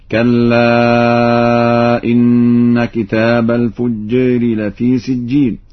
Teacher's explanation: وقد قرأ ورش بتقليل الألف ذات الياء وذات الراء